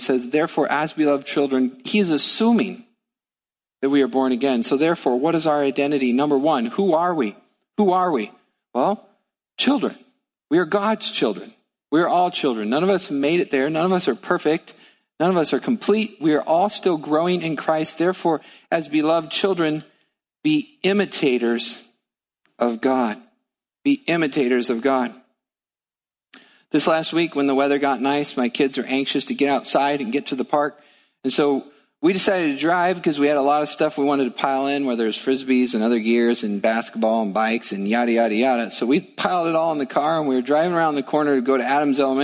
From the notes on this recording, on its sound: Midland Evangelical Free Church Sermon Audio